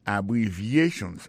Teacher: accent tonique là, tombé sous troisième syllabe là